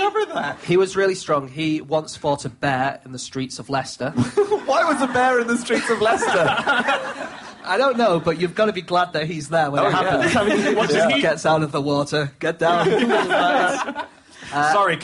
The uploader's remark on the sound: Live at the Soho Theatre